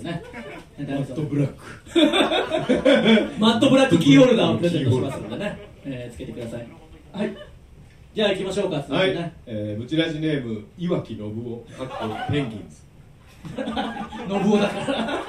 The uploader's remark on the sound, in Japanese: 新宿ロフトプラスワンでの公開収録の様子。